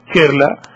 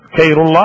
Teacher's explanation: طبعا العجم لا ينطقون الخاء · Shown in: first take · ينطقون إيش خير الله.